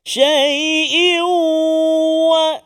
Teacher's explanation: Syai'in tanwin bertemu dengan waw. Seperti yang episod sebelum ini, kita dah berjumpa juga, iaitu idgham ma'al ghunnah. Cumanya ada setengah-setengah baca kadang-kadang dia tak masukkan tu secara sempurna ataupun dia malu-malu.